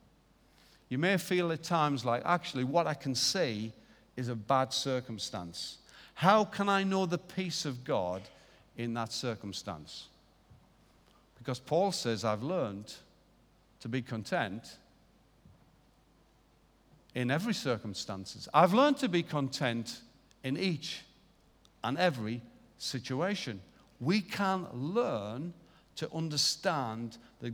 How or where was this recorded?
large echoing room